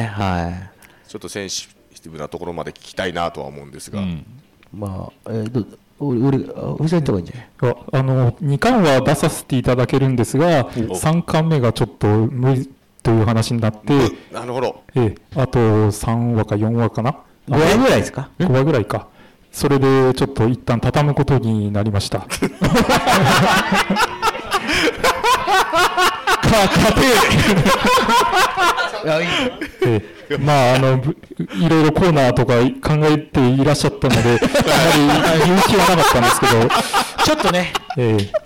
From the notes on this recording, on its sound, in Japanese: カテプロ公開収録が無事開催されました！